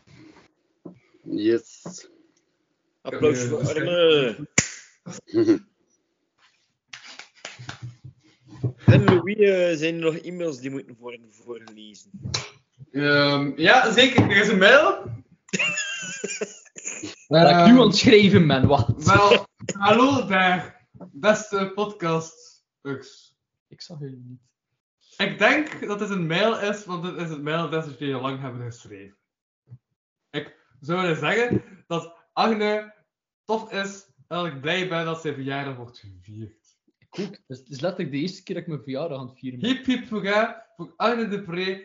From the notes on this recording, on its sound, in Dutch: We halen Skype nog eens van onder het stof voor deze knotsgekke aflevering van de KapotKast.